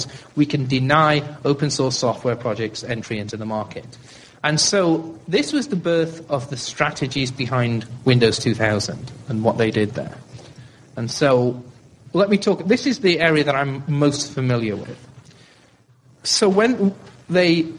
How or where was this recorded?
live audience